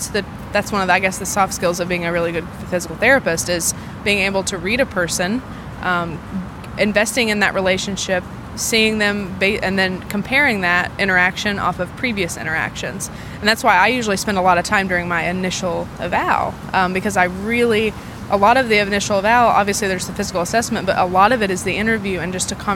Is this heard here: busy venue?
yes